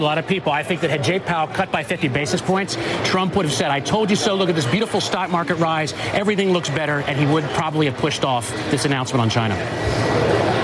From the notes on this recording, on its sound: live from the New York Stock Exchange